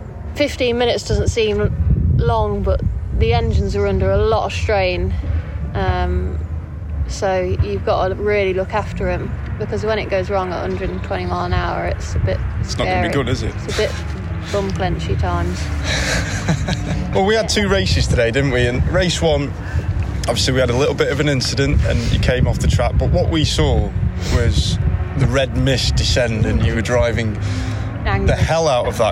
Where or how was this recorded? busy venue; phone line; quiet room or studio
busy venue